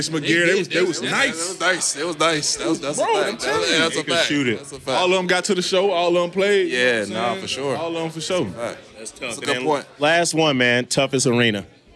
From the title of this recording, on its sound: LIVE FROM OVER UNDER